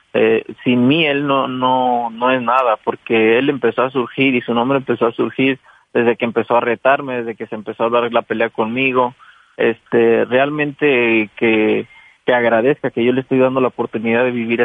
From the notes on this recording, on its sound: called in to talk